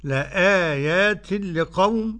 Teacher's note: بدل بقى الورش في ثلاثة أوجه، القصر كجميع القراء وله التوسط والمد. نعم، لآيات لقوم أدي القصر، لآيات لقوم أدي التوسط، لآيات لقوم ماشي.